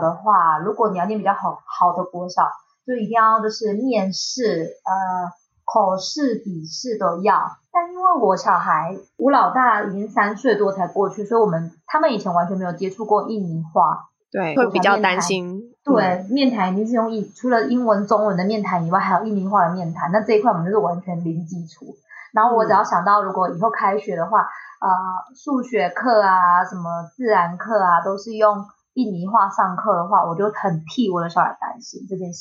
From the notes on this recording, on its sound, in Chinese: 本集為首度遠端線上錄音，由於收音設置和剪輯能力經驗不足，無法完全排除背景音些許雜訊，因此較不建議配戴耳機收聽